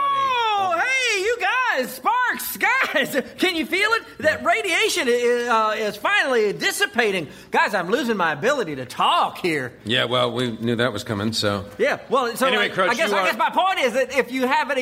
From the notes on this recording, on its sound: Recorded Live 5/2/2011 at Largo, Los Angeles.